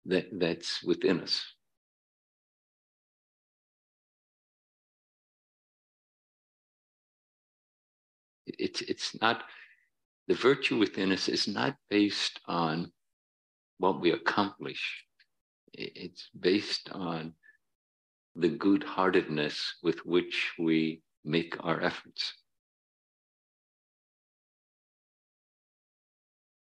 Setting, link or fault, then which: setting, large echoing room